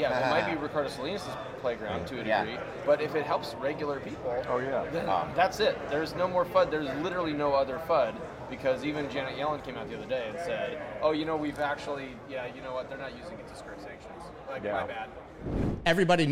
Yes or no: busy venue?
yes